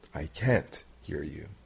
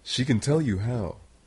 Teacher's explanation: you can hear the T sound at the end of can't when it is negative. · Shown in: first take · It is such a little sound and a subtle sound that it can be hard to hear.